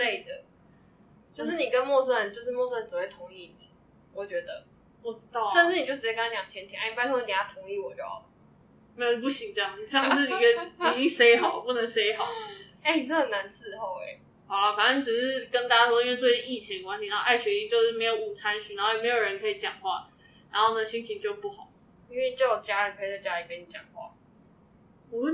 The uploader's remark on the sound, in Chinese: 戴口罩錄音，聲音也悶悶的